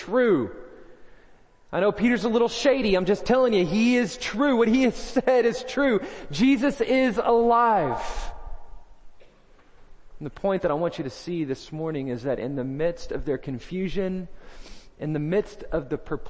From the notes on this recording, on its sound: First Baptist Belton Tx Sunday Morning Sermon